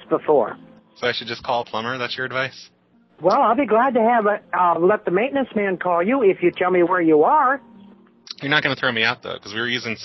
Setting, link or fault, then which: link, phone line